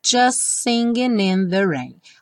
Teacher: just singing, ficou como se fossem dois S's. O T do just não é pronunciado.